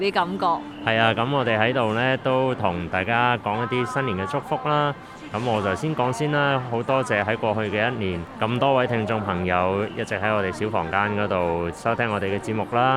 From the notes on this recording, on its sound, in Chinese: 这是我们在大年廿八的晚上，于广州越秀西湖路花谢的现场为大家录下的信念祝福。摄于 2023 广州西湖花市。